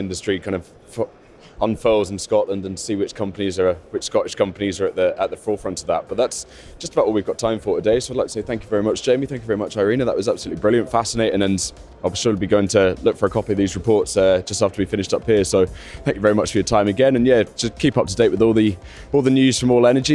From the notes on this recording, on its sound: The Energy Voice team are at the All-Energy conference this week, the UK’s largest renewable and low-carbon energy exhibition and conference. Dropped by the Energy Voice stand to take part in a live podcast on day two of the All-Energy conference in Glasgow.